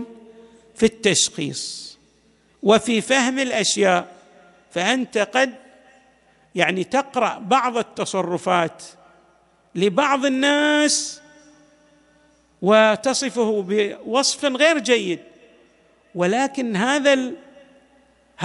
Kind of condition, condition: setting, large echoing room